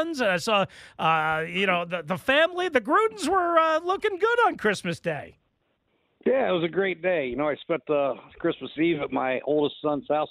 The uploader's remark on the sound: We continue to take your calls